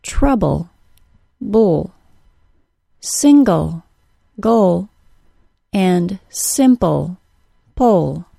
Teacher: the syllable with the syllabic L does not also include a vowel sound